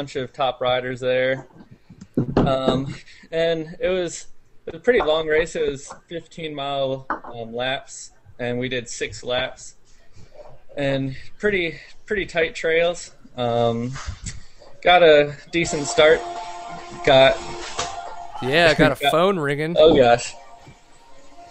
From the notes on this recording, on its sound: Per the norm, we had a few technical difficulties.